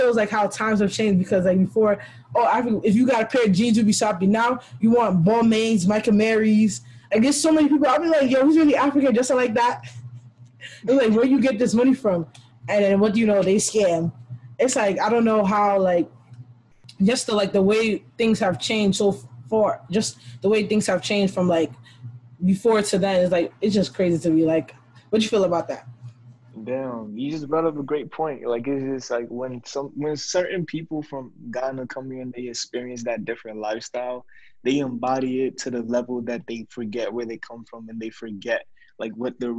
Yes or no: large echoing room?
no